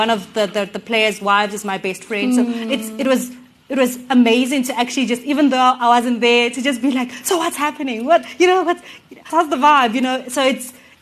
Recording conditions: live audience